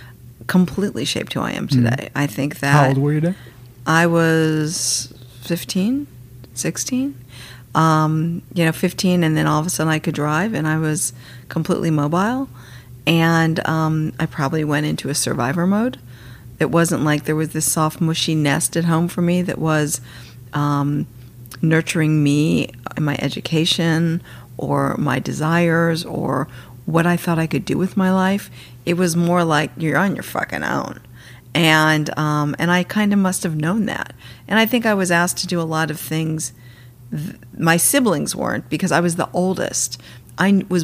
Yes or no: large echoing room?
no